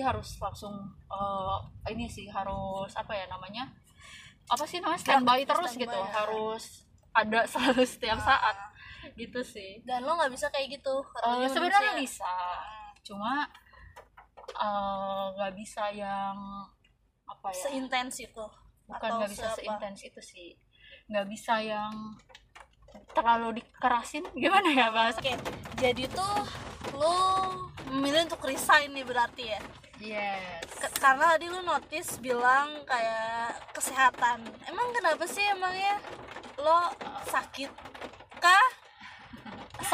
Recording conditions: background noise